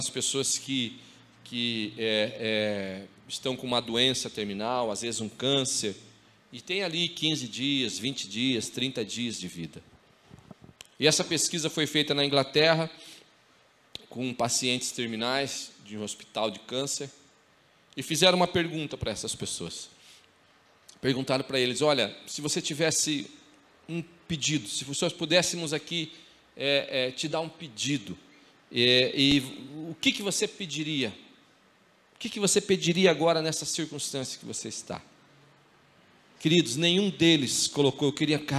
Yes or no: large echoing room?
yes